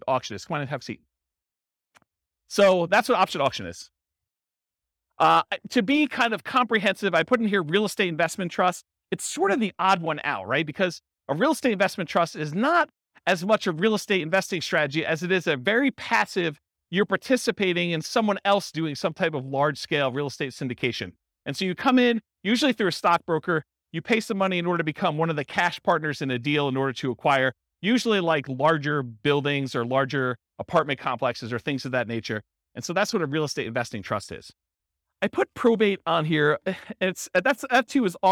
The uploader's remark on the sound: This was a live class recorded to give investors a solid qualitative overview of all the different real estate investing strategies. The live in-person version.